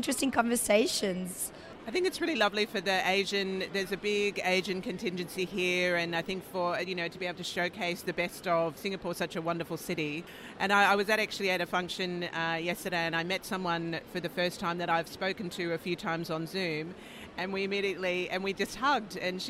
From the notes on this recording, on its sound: Took the podcast on the road to the INTA Annual Meeting in Singapore. We hosted our podcast studio at the Billtrader Expo Booth.